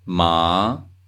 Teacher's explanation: Second tone, also known as rising tone.